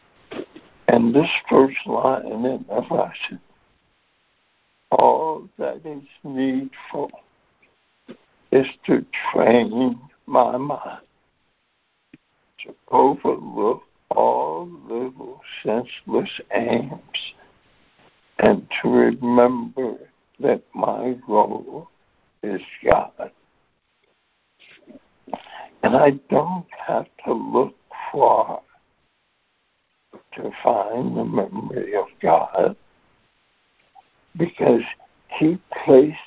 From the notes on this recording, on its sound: ACIM Daily Conference Call.